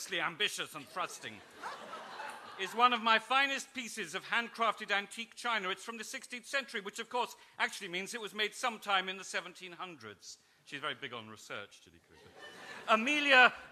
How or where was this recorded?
live audience